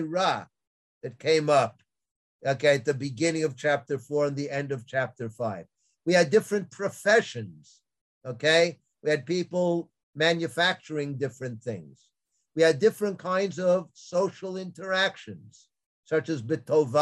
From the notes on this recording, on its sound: This audio was originally captured from Zoom.